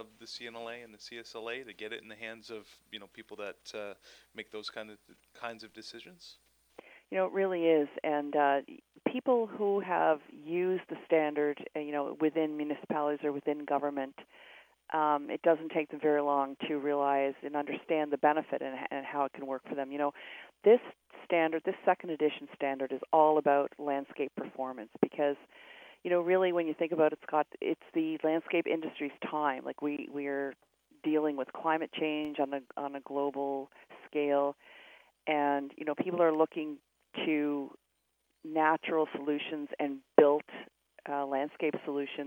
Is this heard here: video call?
no